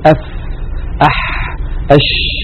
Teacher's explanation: جريان الصوت اسمه رخاوة، مثل أف أح أش، هذه الحروف الرخوة متساوية في الرخاوة